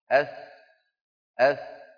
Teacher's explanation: سببه أنه يبالغ في رفع لسانه، لابد من إنزال طرف اللسان ورأس اللسان إلى أسفل الصفحة الداخلية من الأسنان